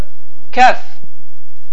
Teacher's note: Kəf hərfinin məxrəci qaf hərfinin məxrəcindən biraz öndə yerləşir. Yəni, biz dedik ki, qaf hərfinin məxrəci dilin lap son hissəsindədir.